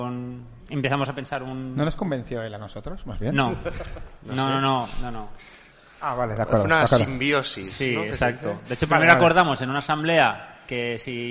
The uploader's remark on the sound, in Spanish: Programa en directo en la 59a RU de Barcelona. Programa grabado en directo en la UOC durante la 59a RU de Barcelona. El programa se grabó en dos partes.